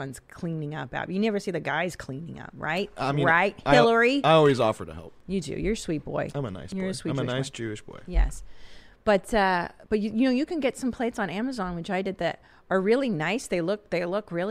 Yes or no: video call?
no